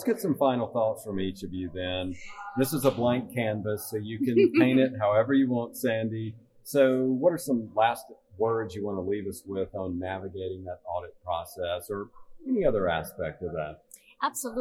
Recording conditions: busy venue